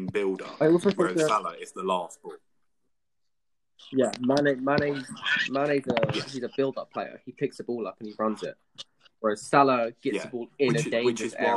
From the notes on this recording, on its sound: we had some slight audio issues this episode